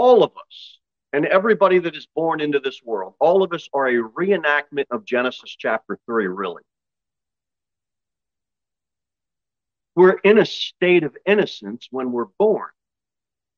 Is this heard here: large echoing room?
yes